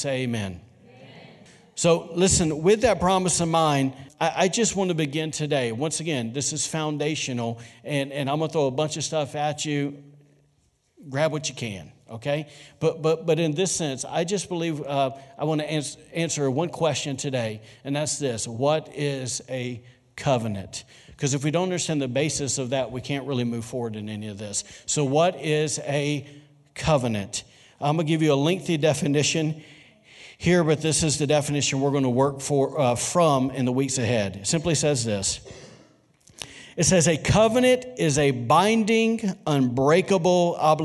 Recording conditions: large echoing room